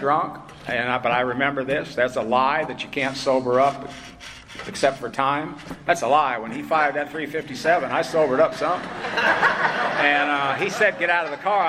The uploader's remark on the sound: At Spring Into Action 2021. At the Spring Into Action Conference in Sanford NC.